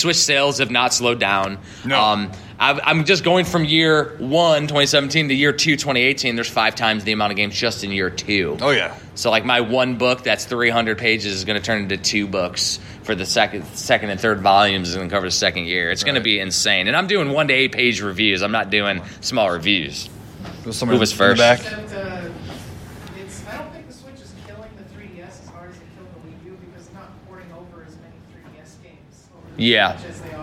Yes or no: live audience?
yes